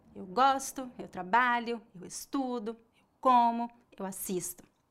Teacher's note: Note que a sílaba tônica é a penúltima e a pronúncia da letra O no final é bem fraca.